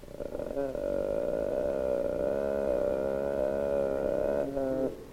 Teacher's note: The vocal cords beat in a syncopated rhythm with a long closed phase following every second beat. · Term: vocal fry